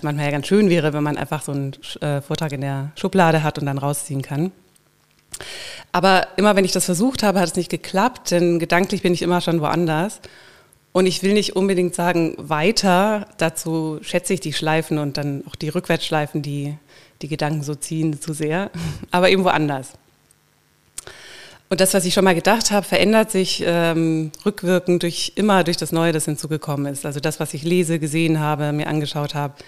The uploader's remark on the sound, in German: Mein Vortrag bei der Jahrestagung der Deutschen Gesellschaft für Ästhetitk 2021, als Teil des Panels 'Jenseitsverlust und Ichgewinnung'.